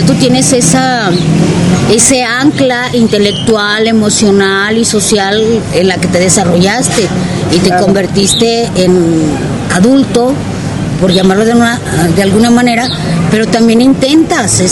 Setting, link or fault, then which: fault, background noise